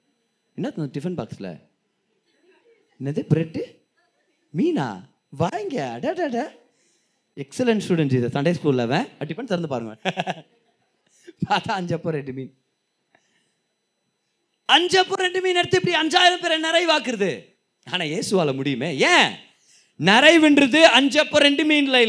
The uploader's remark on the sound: Singles Meet-June 2022. Preached in the special singles meeting.